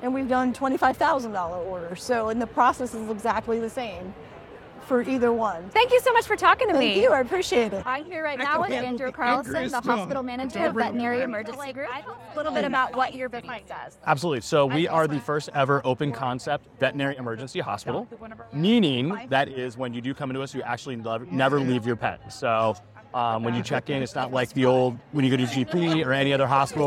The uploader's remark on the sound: In this episode, recorded LIVE at the Charlotte Area Chamber of Commerce Business Expo 2023, The Charlotte Ledger's team chatted up 8 local businesses for a couple minutes each.